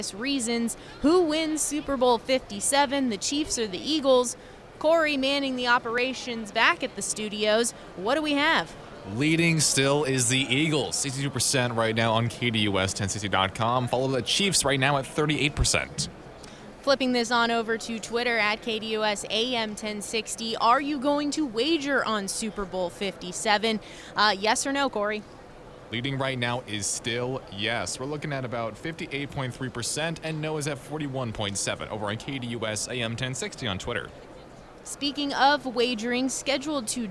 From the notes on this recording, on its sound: live from Super Bowl Radio Row